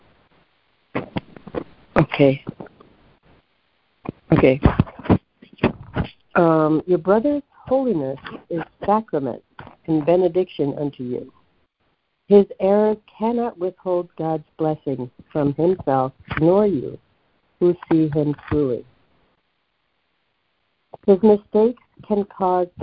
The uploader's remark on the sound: ACIM Daily Conference Call